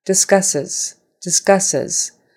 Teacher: Those two S's have an S sound, but the S on the end is a Z sound.